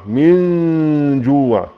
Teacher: إخفاء حقيقي لوقوع الجيم بعد النون الساكنة